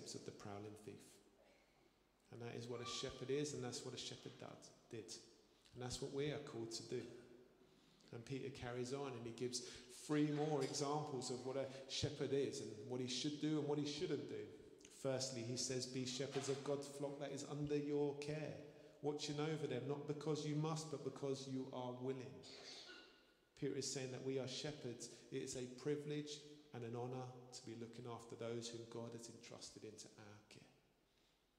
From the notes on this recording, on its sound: Streamed live at St Paul's Shadwell